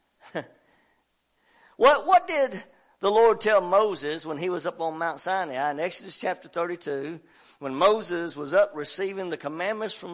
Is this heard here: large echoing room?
yes